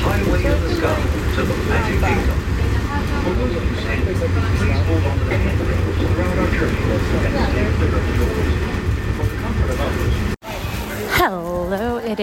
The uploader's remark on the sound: Live from Disney. Live from the parks.